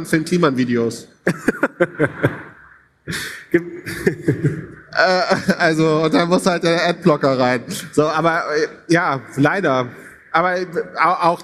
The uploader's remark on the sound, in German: Live vom OMR Festival. In dieser besonderen Folge reden wir live vor einem ~ 5000 Leute Publikum.